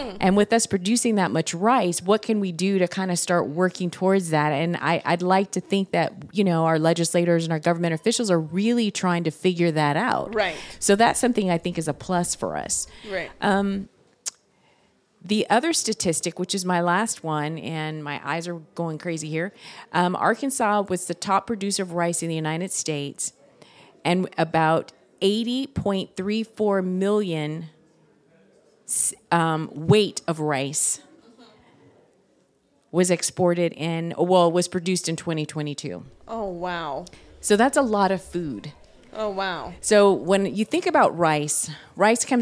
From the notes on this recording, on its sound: Undisciplined Live. We recorded at Art Ventures in Fayetteville.